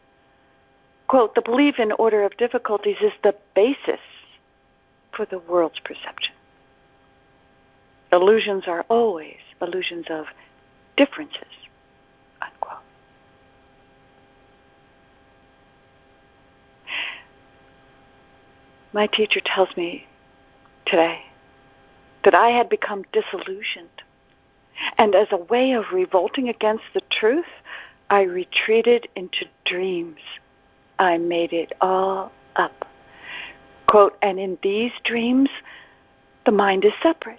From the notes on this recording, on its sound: ACIM Daily TEXT Conference Call.